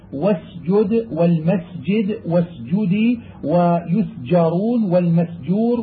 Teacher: وإذا سكنت السين وأتت بعدها جيم وجب بيان السين لئلا يذهب اللفظ بها إلى الزاي